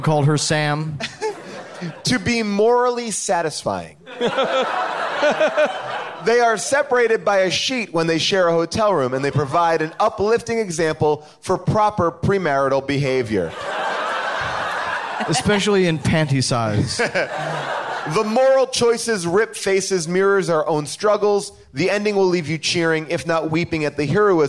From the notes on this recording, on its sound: Recorded LIVE at Largo in Los Angeles